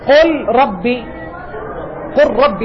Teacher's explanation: تزول اللام، تقرأ راء مشددة. الإدغام هو النطق بالحرفين كالثاني مشددا.